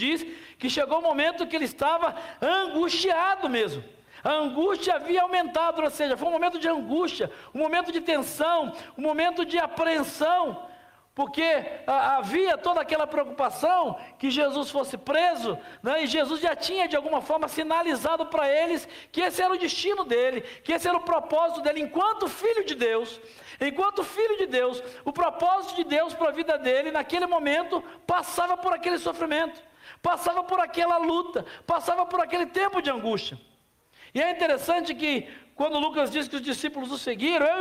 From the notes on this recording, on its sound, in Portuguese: Na Celebração ao vivo do último domingo.